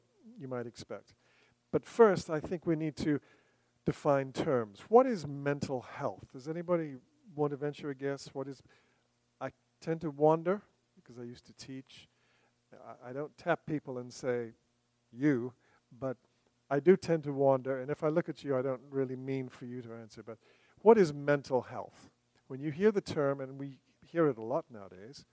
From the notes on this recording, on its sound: recorded September 28, 2023, at Ringgold Seventh-day Adventist Church.